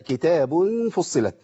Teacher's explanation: كتاب فصلت ضمتين جه بعديهم فاء يبقى هعمل ايه؟ هركب غنة